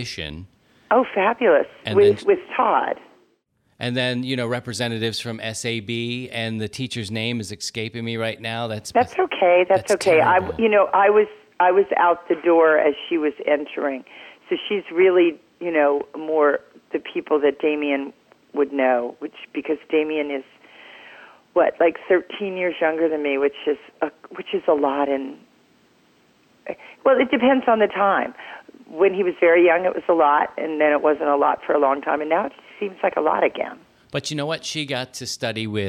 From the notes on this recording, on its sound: Frankly, I was a little nervous dialing the phone on this one.